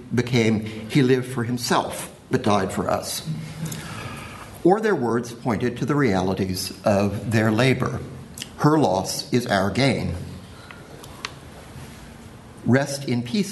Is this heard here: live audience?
yes